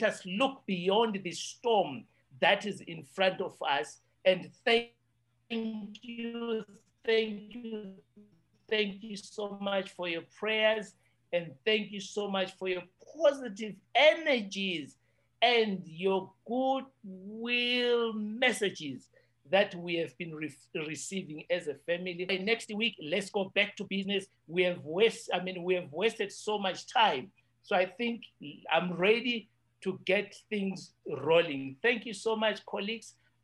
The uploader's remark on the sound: The World Tourism Network today facilitated a zoom meeting. Tourism Leaders of the World Tourism Network (WTN) including former UNWTO Secretary General met on a zoom call today to discuss.